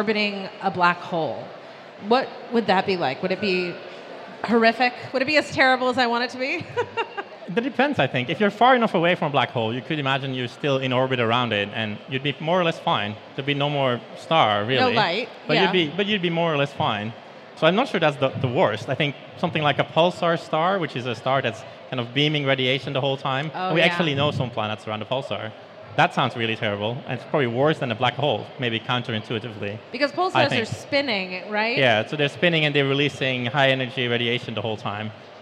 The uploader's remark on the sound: In a special bonus edition of Dead Planets Society, recorded on stage in front of an audience at New Scientist Live.